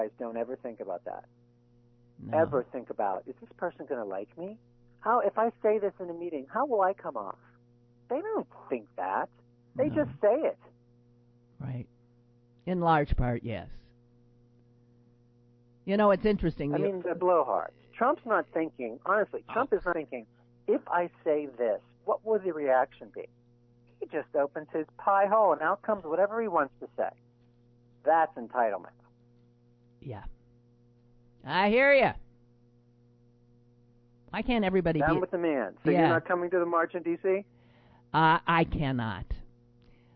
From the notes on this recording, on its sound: The phone lines are ringing on the show today.